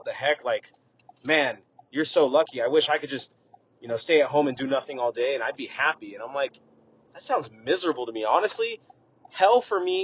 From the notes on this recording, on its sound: Straight from the car! No editing involved in this episode, straight from the phone to you!